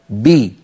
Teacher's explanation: وإن كانت الباء مكسورة خرجت بالتباعد بين طرفي عضو النطق اللذان هما الشفتان، وصاحب ذلك انخفاض قليل للفك السفلي وارتفاع لوسط اللسان